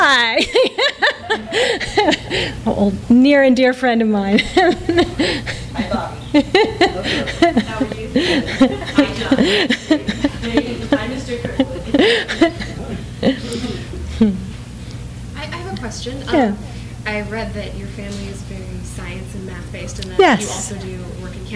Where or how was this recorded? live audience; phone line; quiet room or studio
live audience